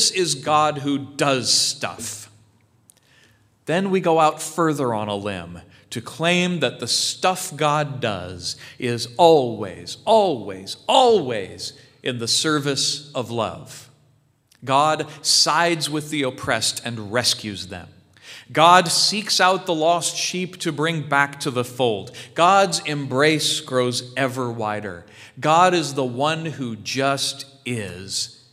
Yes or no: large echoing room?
yes